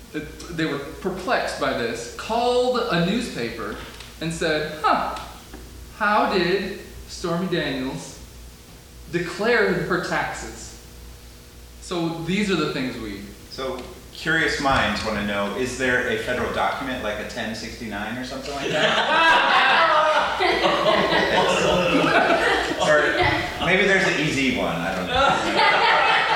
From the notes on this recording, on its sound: The Midwest Examiner LIVE! Presented by GoProv at The Art House in Goshen, Indiana USA. This is the first performance of The Midwest Examiner in front of a live audience!